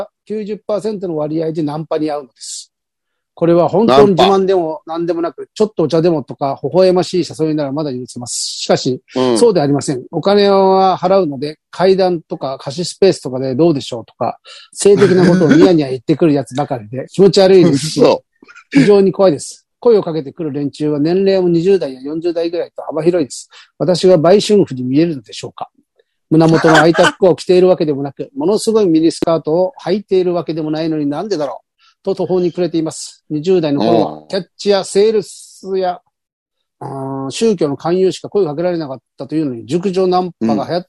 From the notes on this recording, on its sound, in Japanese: ZOOMで収録